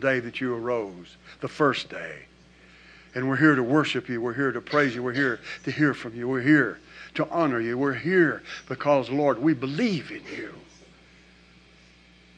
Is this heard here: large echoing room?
yes